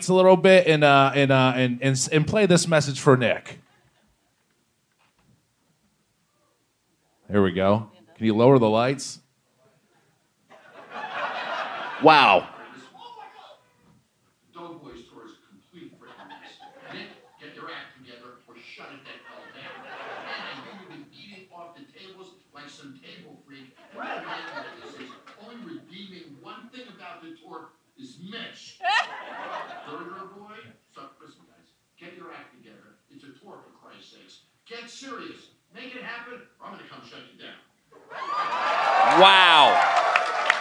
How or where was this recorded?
live audience